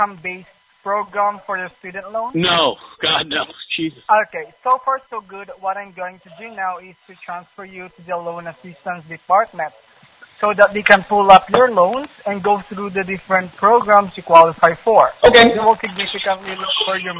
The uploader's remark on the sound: Where we take back the conversation from unsolicited phone calls... Every call is 100% real. All comments, names, and information given to the callers are made up in real time as the call is recorded.